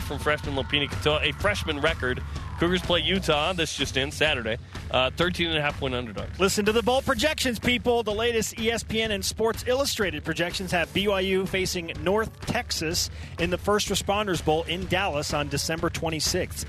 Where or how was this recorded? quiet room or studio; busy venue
busy venue